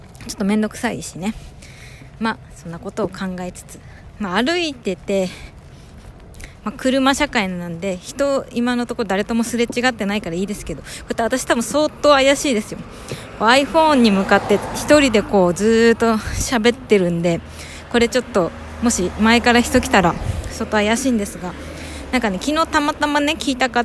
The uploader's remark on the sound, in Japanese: 歩きながら録ってみた